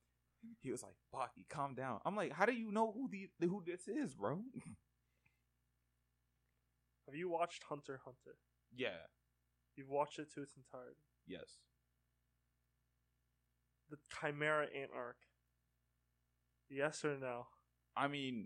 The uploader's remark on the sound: Warning this audio is bad